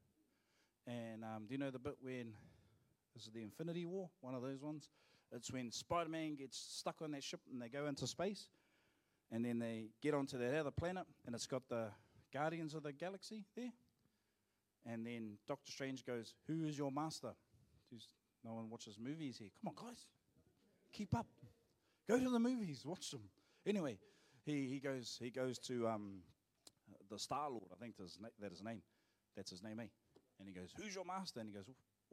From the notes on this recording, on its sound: Live From IwiTapu Destiny Church Hawkes Bay